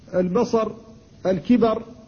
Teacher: إذا كان قبلها فتحة صبر فإنك تقف عليها على الراء بالسكون فيجب تفخيمها